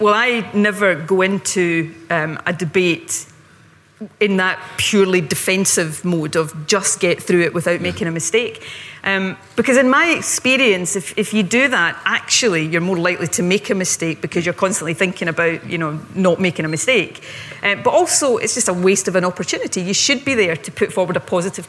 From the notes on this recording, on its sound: This interview was recorded at the 2019 Edinburgh Festival.